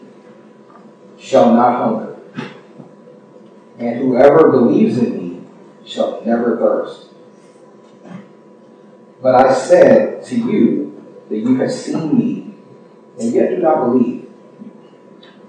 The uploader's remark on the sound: Unfortunately, we experienced some technical difficulties with the recording process. We apologize for the poor audio quality.